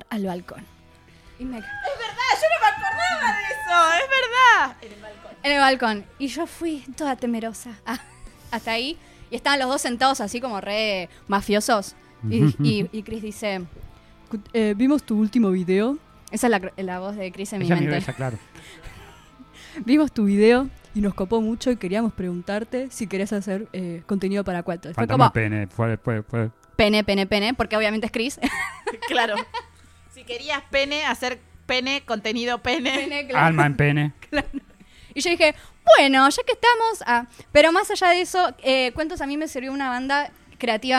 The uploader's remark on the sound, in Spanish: te mostramos como fue el festejo de nuestro aniversario con muchos invitados en vivo